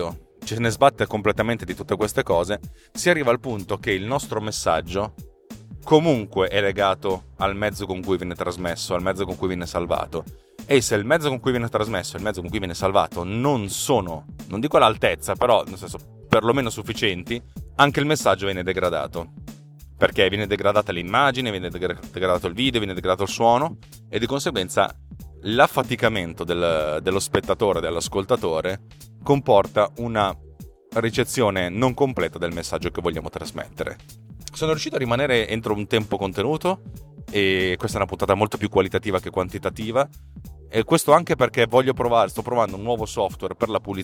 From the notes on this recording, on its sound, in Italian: Un nuovo programma di pulizia audio per farvi sentire TechnoPillz sempre meglio nonostante sia registrata in un'automobile che corre e va!